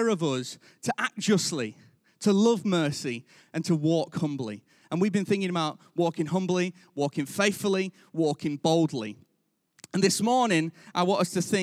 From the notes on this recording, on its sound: Recorded live at Life Church Lancashire